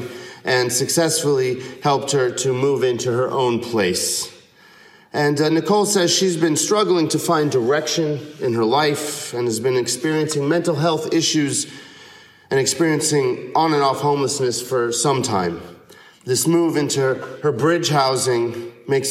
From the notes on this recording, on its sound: a recent sermon (5/29/22) he delivered at San Marino UCC